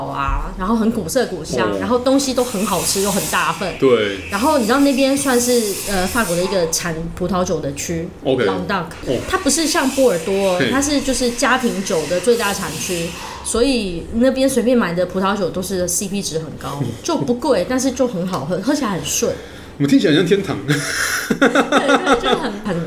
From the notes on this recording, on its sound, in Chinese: 本集白噪音指數：蚊風級 1/5。錄音地點： The Gathering Cafe 齊客咖啡。